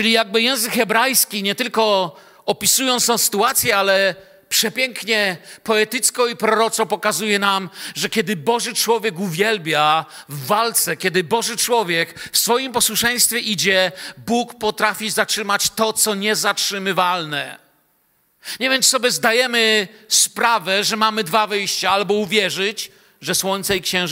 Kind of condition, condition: setting, large echoing room